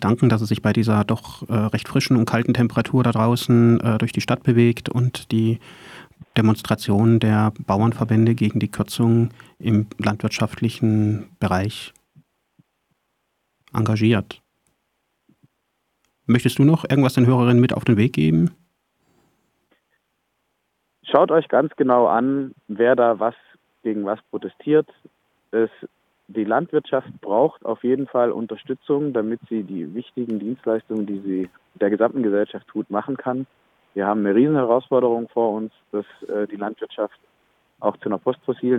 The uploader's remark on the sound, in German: Am Europaparkstadion in Freiburg. Berichtet im Telefongespräch live.